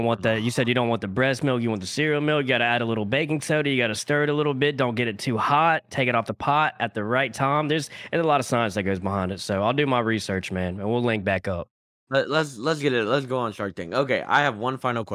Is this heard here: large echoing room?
no